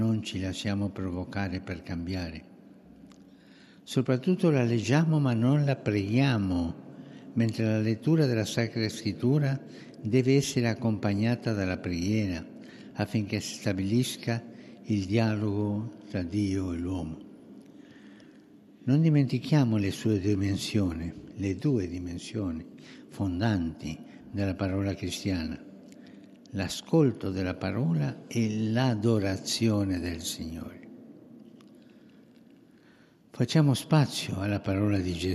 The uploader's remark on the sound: FROM SAINT PETER'S BASILICA, HOLY MASS.